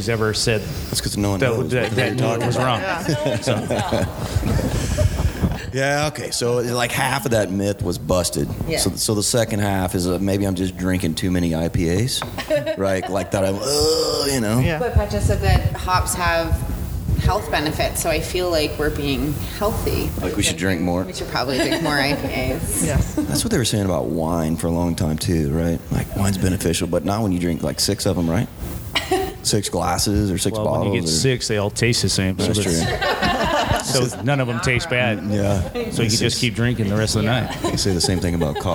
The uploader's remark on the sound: We're LIVE at the 18th Annual Hop & Brew School. Live From Hop & Brew School. We're LIVE at the 18th Annual Hop & Brew School , hosted by Yakima Chief Hops (YCH)!